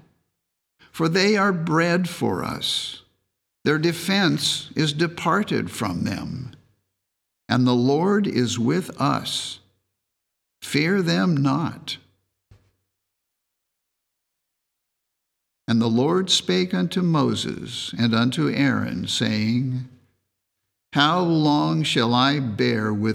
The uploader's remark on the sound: The Sunday service audio from January 21st, 2024.